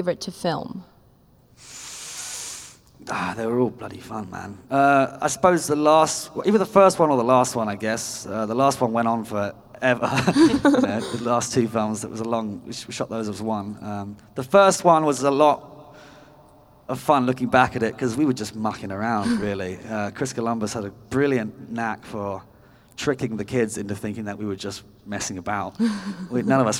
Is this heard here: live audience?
yes